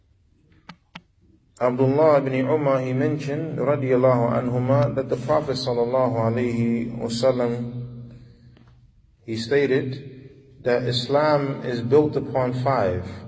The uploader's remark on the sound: Lecture given at Masjid Nur Allah, Queens, NY